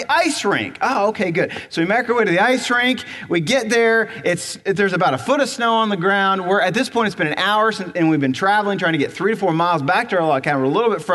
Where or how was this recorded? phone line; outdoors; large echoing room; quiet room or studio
large echoing room